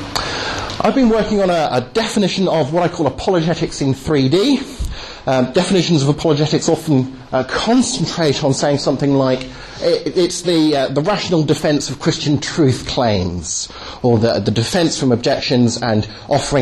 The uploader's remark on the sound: delivered at the 'Reasonable Faith' course at Highfield Church, Southampton on Sunday 17th Jan 2010